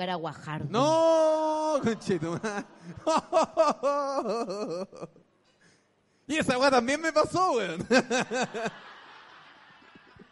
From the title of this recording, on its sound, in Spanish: En Vivo en el Comedy Restobar "El Ritual del Ajo"